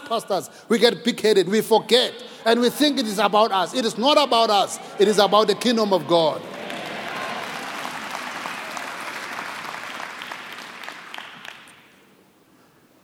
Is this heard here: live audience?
yes